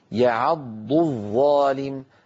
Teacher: فأتى تتالى في النطق ضاد مشددة بعدها ظاء